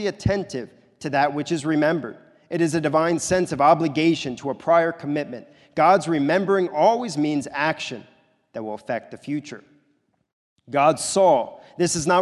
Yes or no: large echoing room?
yes